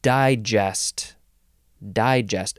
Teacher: Emphasis on the first syllable, first form, noun from the 14th century.